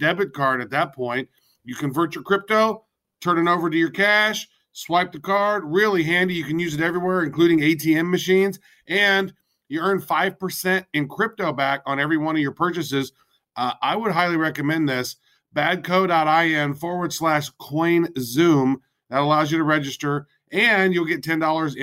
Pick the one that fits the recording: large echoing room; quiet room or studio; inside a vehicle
quiet room or studio